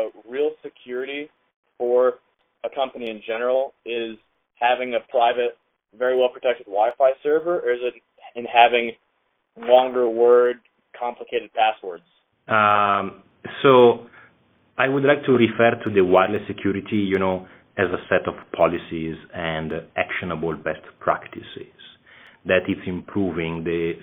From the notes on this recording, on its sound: via teleconference